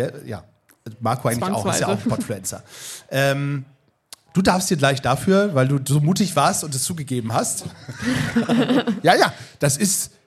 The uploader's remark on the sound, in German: In dieser Liveaufnahme beim Podfluencer Festival in Neu Ulm. PS: Diese Aufnahme wurde mit Equipment der Fa. Rode in der Werkstatt für Kommunikation in Neu-Ulm aufgenommen.